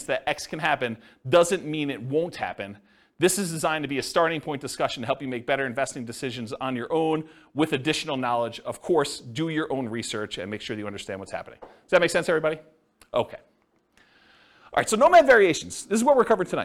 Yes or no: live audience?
yes